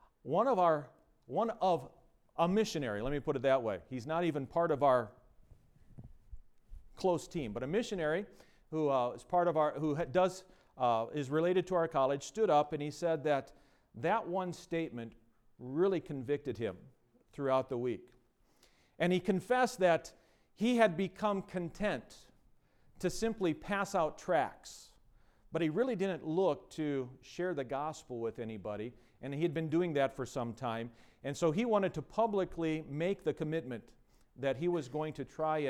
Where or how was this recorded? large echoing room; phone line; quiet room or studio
large echoing room